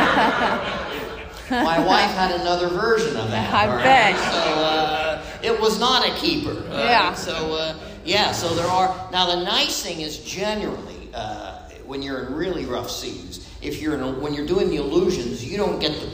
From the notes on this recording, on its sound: This episode was recorded live at The Magicians Alliance of Eastern States.